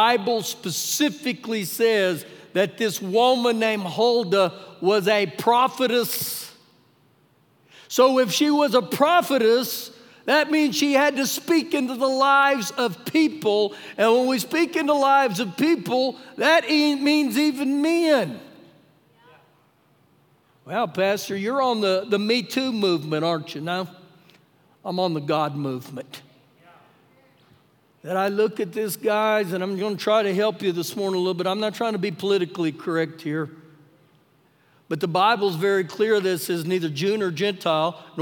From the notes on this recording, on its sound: Recorded live during our Sunday morning service